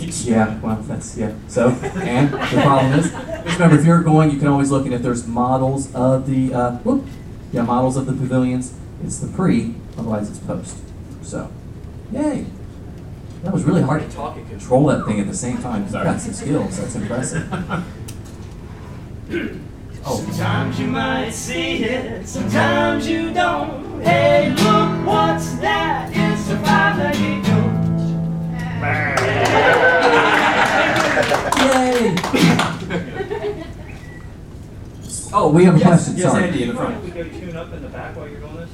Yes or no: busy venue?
yes